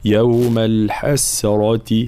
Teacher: فلا بد من الحرص على ترقيق السين، فلا نقول الحسرة، تكون بين السين والصاد، لا يوم الحسرة هكذا مع تفخيم الراء طبعا لأنها مفتوحة.